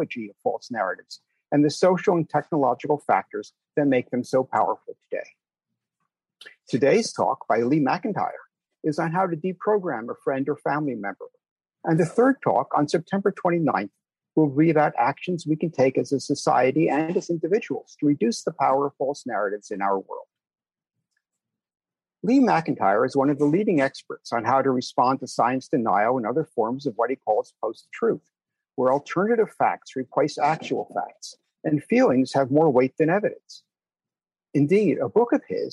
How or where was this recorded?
video call